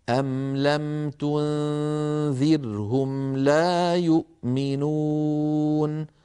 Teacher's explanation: هذه الميم فيها غنة قصيرة